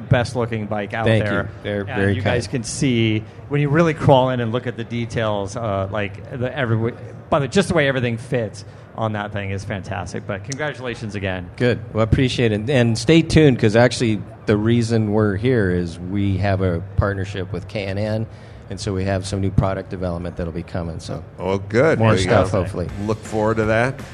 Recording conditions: busy venue